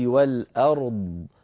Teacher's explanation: فجمعت بين الراء الساكنة والضاد الرخوة المستطيلة بنطق صحيح جيد، لكن قبل كانت وقفت عليها كانت بحاجة إلى تأن أكثر.